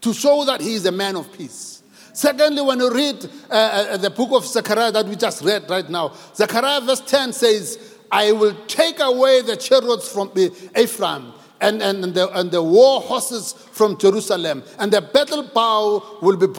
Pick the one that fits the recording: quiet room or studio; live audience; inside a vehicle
live audience